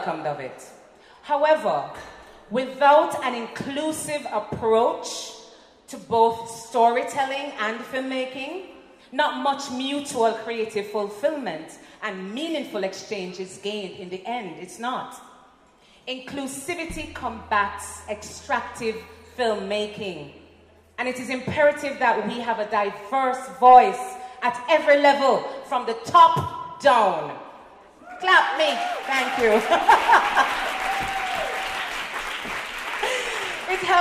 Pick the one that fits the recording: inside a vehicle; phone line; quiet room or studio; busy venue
busy venue